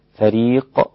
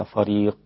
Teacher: الفاء رقيقة جدا ليس فيها أي تفخيم، فقط القاف · Shown in: first take · مش هستعد لتفخيم القاف من أول الفاء من أول الكلمة، فريق وليس فريق.